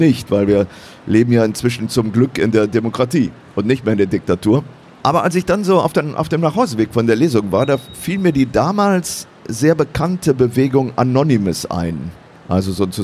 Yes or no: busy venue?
yes